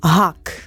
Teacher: Chleb byśmy wymówili tak, zresztą po słowacku to jest chlieb, no ale ten nasz polski hak musielibyśmy wymówić dźwięcznie i to byłby hak.